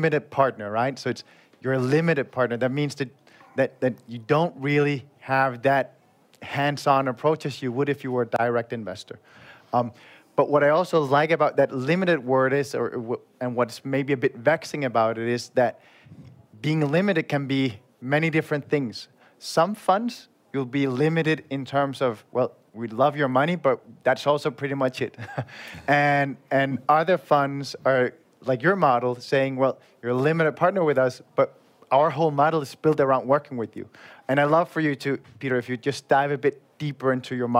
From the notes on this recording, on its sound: This is a special EUVC episode straight from the Engaged Investments conference in Prague, hosted by our friends from Depo Ventures . This is the recording of the panel “Why should business Angels invest in VC?".